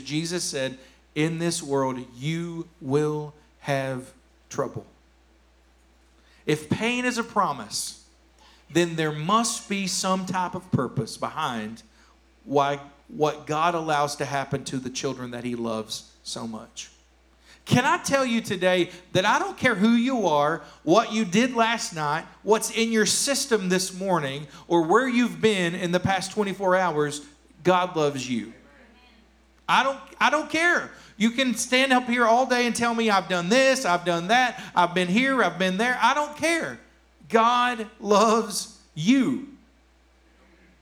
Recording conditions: large echoing room